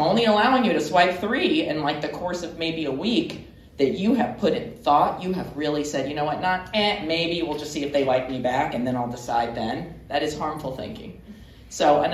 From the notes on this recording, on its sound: A live studio audience. A live Q.